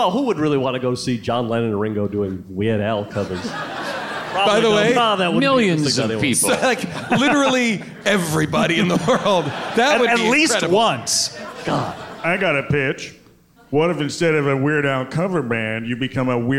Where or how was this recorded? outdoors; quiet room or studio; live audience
live audience